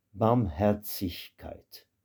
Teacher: Ici, peut-être Barmherzigkeit, la miséricorde, découpé Barmherzigkeit. Le Z de ce mot-là, le Z se prononce comme TS, tsich. Barmherzigkeit.